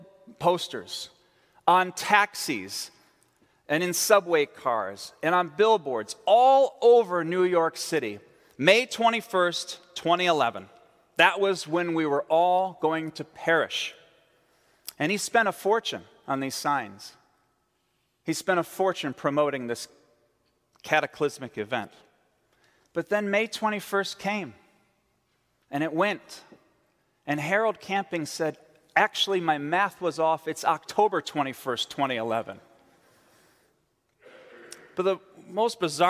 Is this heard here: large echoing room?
yes